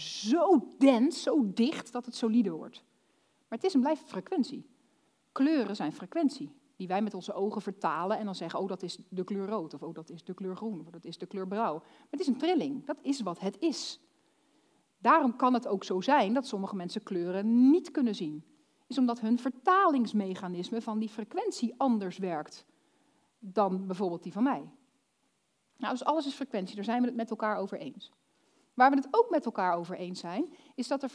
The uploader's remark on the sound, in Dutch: Dit fragment is opgenomen tijdens de workshop Succesvol Storytelling op 7 april 2022 in het Figi Theater Zeist.